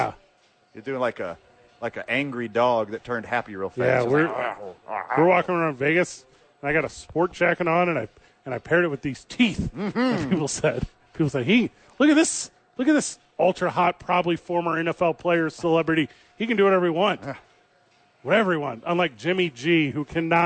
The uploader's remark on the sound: live at Safe House